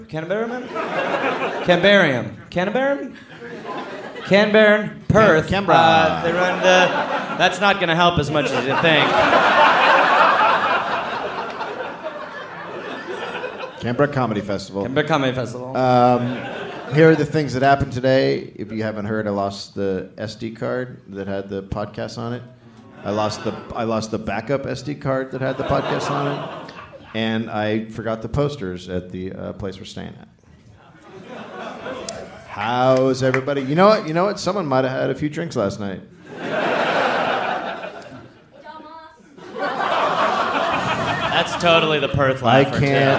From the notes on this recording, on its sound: Live in Australia. Live in Canberra, Australia.